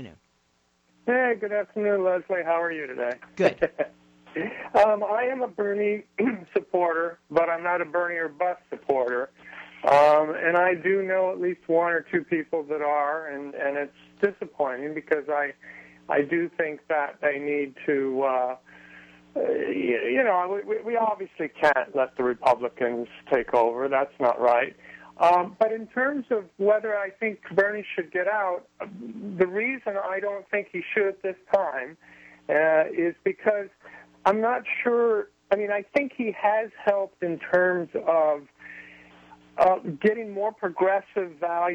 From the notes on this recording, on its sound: joined by callers